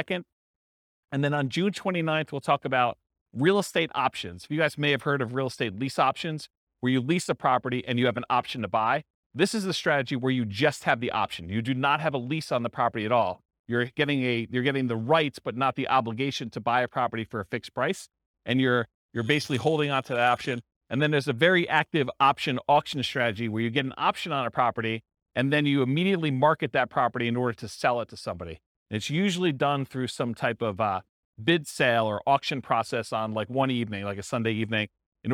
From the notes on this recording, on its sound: This was a live class recorded.